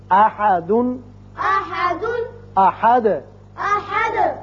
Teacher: دال ساکن ہو جائے گا اور اس کی صفت قلقلہ ادا کریں گے، احد کر کے پڑھیں گے۔